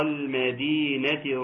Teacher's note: لام المدينه قمريه حكمها الاظهار